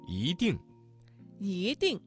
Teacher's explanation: 这个词当中的一在四声之前，它的读音就变成了二声